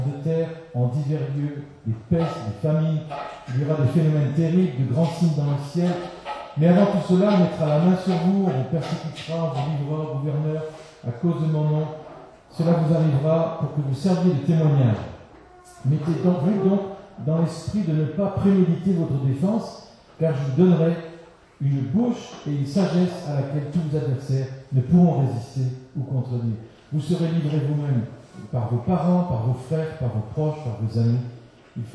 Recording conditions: poor sound quality